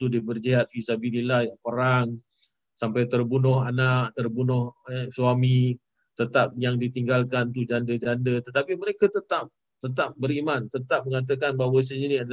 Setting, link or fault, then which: link, video call